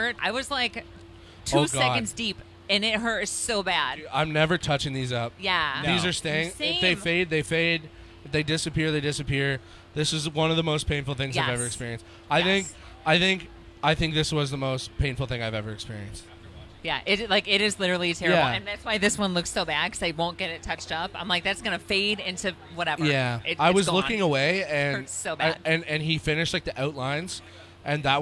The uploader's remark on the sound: The Mix is live backstage at Lollapalooza 2023!